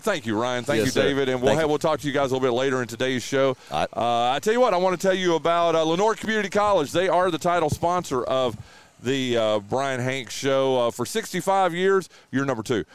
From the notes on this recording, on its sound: We are LIVE from the fourth annual True Smoke BBQ Smoke-Out